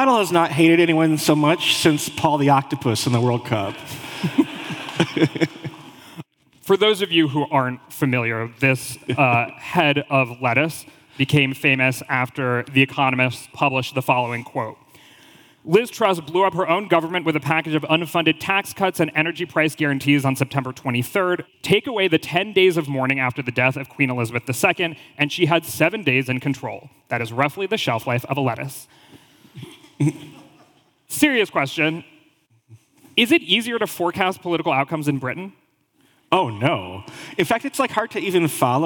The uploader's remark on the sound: In this live taping of Model Talk in Washington, D.C.